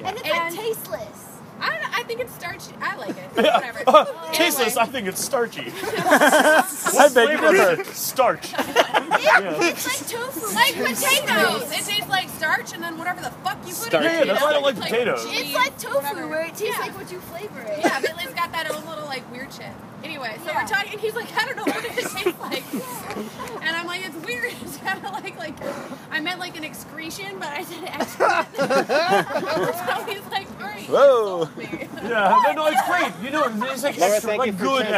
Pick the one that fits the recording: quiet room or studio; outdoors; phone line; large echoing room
outdoors